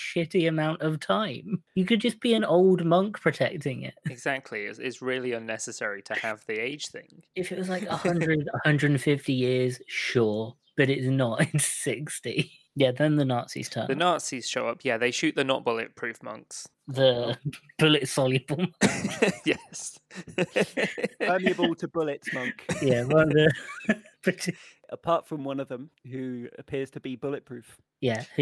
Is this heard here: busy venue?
no